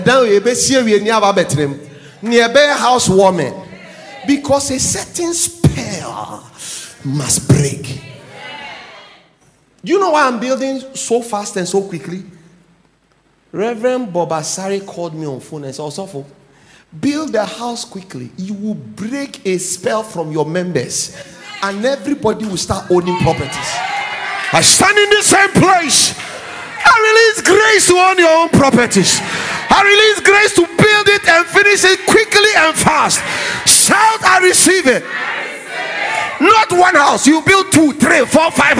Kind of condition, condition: setting, large echoing room